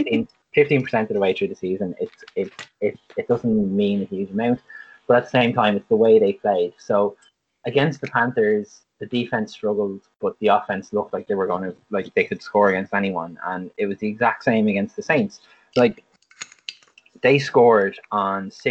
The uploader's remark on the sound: Apologise for forgetting my mic stand and constantly moving the mic during this.